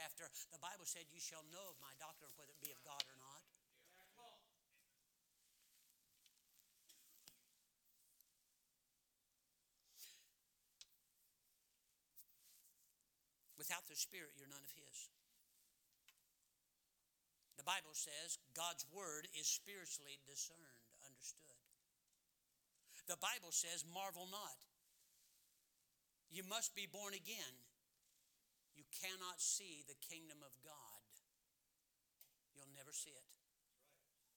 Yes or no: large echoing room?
yes